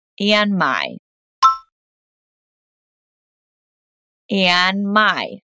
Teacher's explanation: Something to help you say this sentence faster is cutting the D out of and then blending the N with the M in my